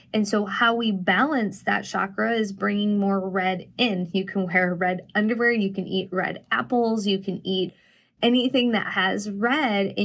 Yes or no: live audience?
no